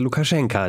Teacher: Auch im Russischen wird der Name mit Endung eher wie A gesprochen. Oder ja, wie ein sehr kurzes A. · Term: Ankanje